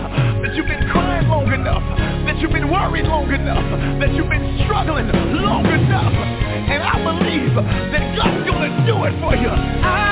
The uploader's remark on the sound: TNTSuperfantastic Conference Call